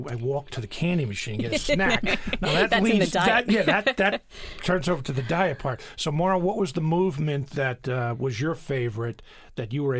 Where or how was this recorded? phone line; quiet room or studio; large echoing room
quiet room or studio